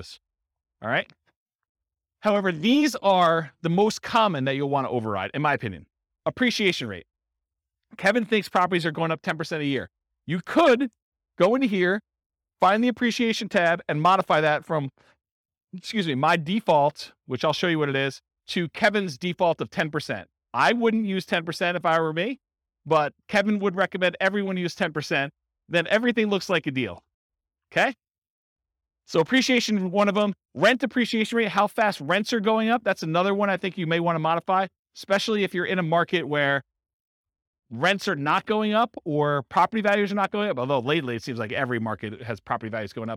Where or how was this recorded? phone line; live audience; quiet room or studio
live audience